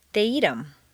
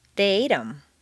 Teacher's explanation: Notice that in fluent speech, the TH of them is frequently dropped